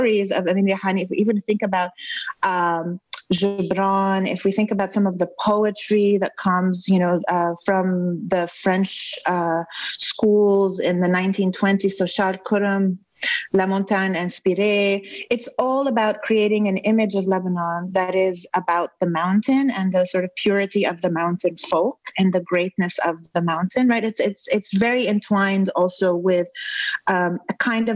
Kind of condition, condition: link, video call